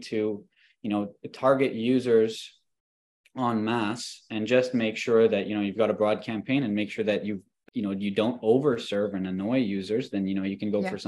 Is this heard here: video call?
yes